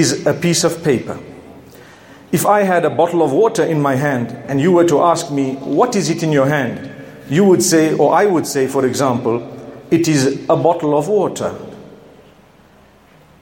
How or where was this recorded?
large echoing room